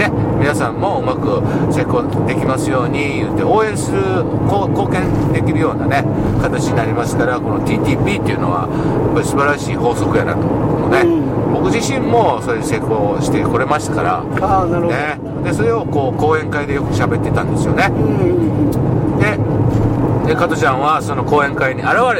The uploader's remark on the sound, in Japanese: 福井県へ向かう車の中でドライビング対談収録をいたしました。